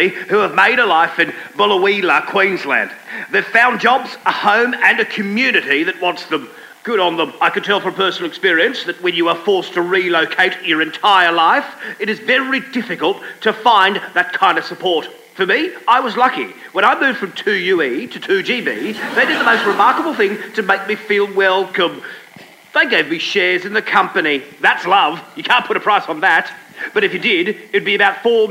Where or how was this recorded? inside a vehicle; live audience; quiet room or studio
live audience